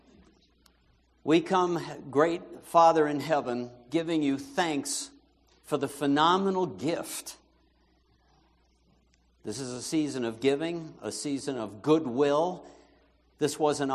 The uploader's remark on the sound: Christmas Eve Candlelight Service